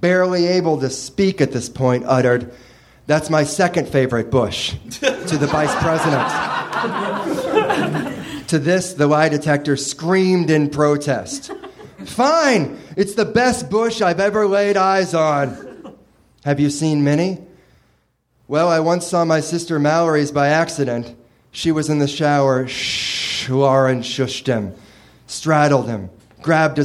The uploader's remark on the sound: Recorded May 20, 2014 at Nerdmelt Showroom in Los Angeles.